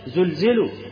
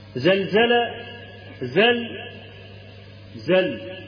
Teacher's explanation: حرف الزاي معروف أنه من حروف الصفير، حرف له وقع زلزلوا، وحرف اللام معروف أنه من حروف التفخيم، والكلمة تتألف من حرفين اثنين، ويكرر الحرفان للدلالة على ثقل الأمر.